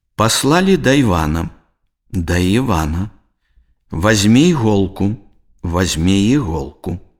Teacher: Калі пасля слова на галосны няма паўзы, або яна кароткая, не націскны «і» ў незапазычаных словах вымаўляецца як нескладовы «й» або як спалучэнне нескладовага «й» з галосным «і».